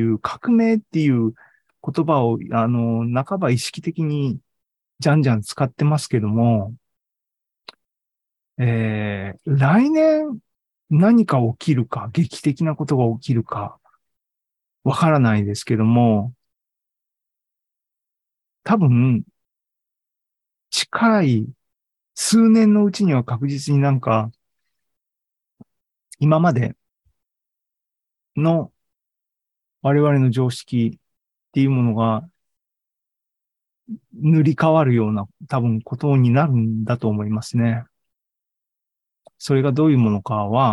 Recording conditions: video call